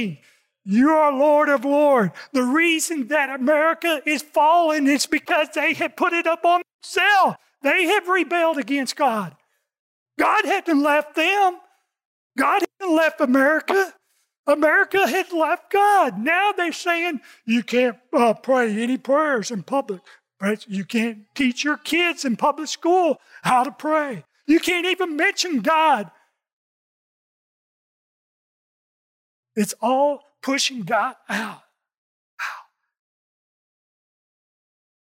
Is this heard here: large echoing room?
yes